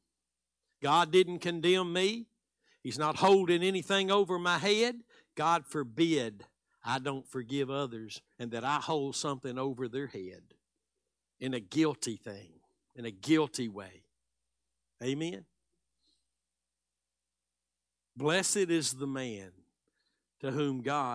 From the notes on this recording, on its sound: Live Wednesday Evening Service